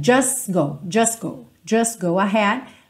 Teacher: A gente tem tipicamente essa omissão do T, certo?